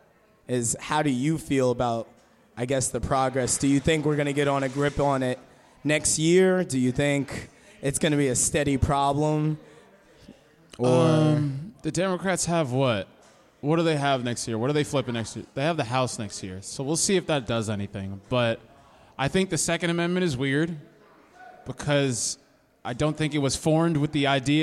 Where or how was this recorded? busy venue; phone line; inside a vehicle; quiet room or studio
busy venue